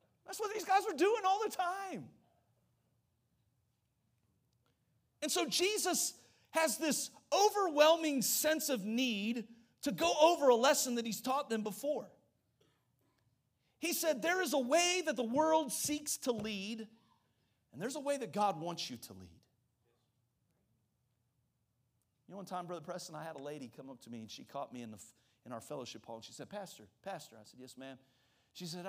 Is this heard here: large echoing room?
yes